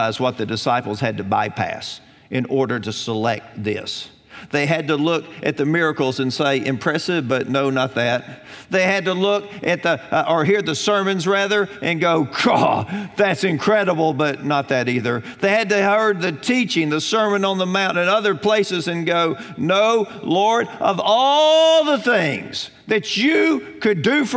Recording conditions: large echoing room